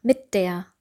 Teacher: das D wird eher zu einem T, eine Mischung aus T und D · Term: progressive Assimilation